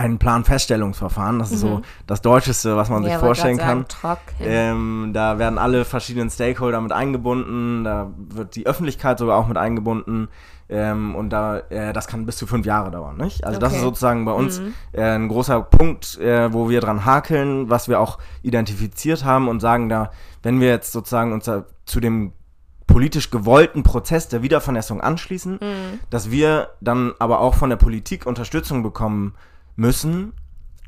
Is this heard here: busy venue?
no